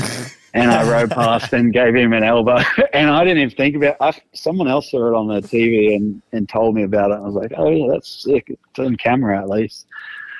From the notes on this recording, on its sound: In studio with call in guest.